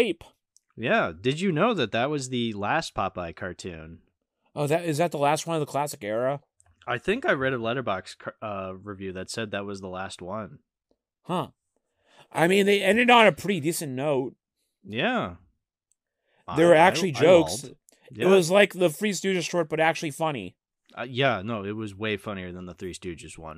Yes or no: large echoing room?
no